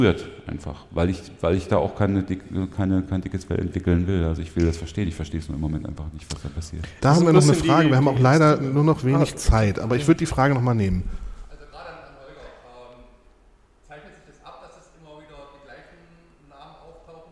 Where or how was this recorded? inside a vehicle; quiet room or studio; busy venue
busy venue